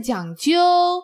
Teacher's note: and that's a neutral tone on 究